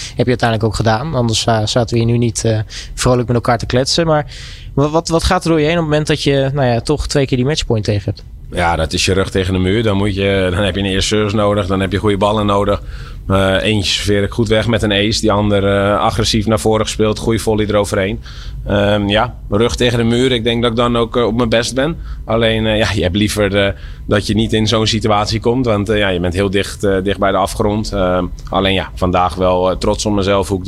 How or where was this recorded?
busy venue